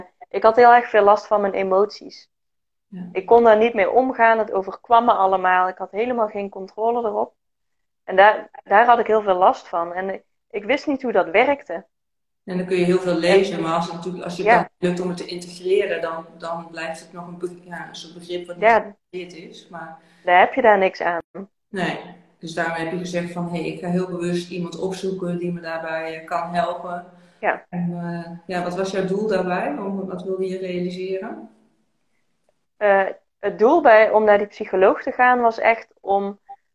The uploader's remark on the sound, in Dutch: tijdens een live op Instagram